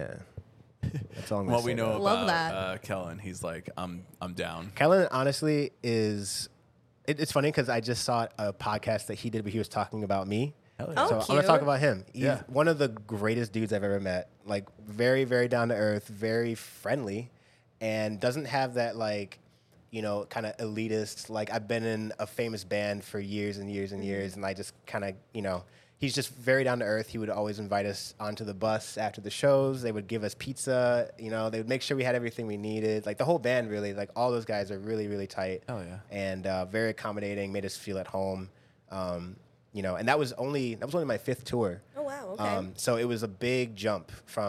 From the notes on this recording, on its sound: Live (kinda) at Cobra Lounge.